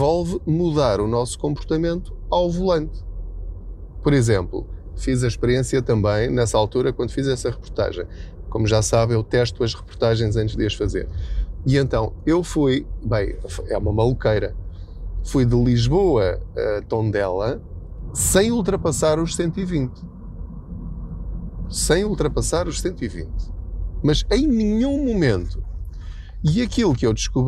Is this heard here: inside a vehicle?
yes